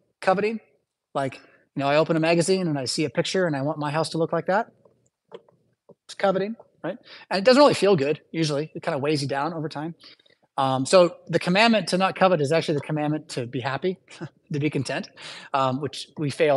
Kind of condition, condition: setting, large echoing room